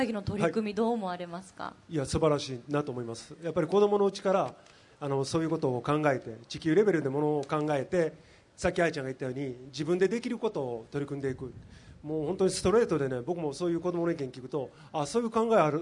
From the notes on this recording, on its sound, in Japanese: 大阪・松原市で行われた公開録音（後半）の模様。